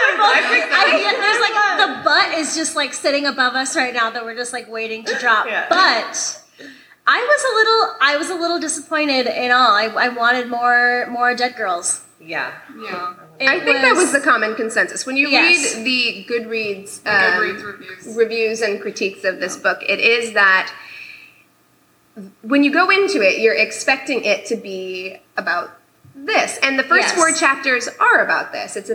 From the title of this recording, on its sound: LIVE at the Swallow's Flight